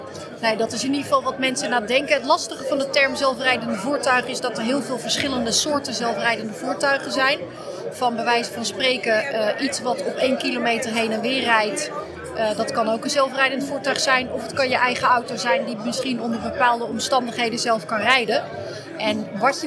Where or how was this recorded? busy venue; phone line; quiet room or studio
busy venue